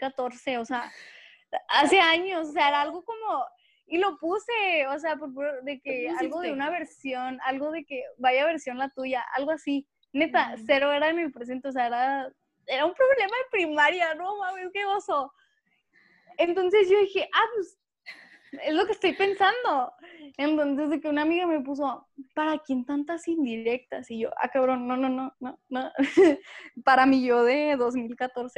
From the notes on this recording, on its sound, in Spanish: tuvimos algunas dificultades para grabar